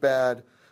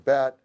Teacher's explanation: In English, when you have a voiced consonant like D after a vowel, as in the word bad, the vowel is longer than it is when there's a following voiceless stop, as in bat.